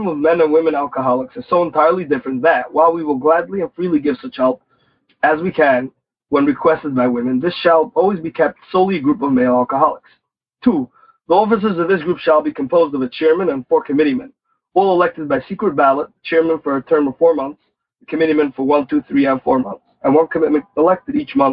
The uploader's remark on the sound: Noon Phone Speaker Meeting.